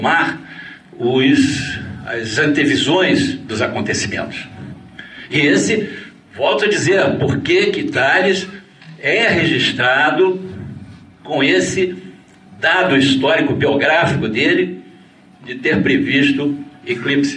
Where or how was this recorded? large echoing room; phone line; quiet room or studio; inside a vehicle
large echoing room